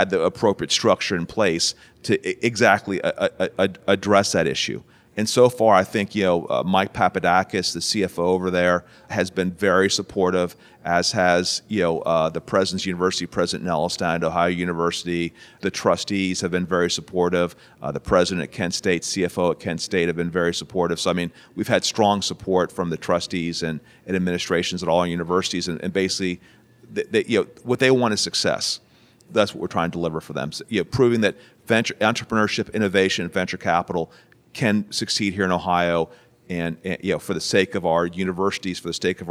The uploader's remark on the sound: live from The Starting Line by the Ohio State University College of Nursing